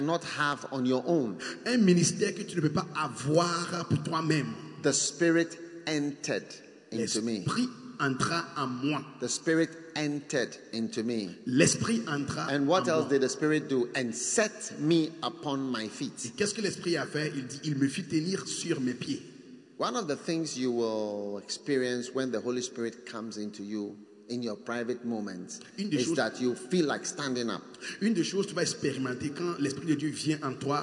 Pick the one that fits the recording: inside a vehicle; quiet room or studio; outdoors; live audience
live audience